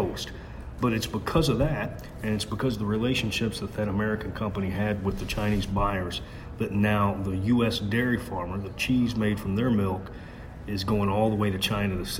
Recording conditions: busy venue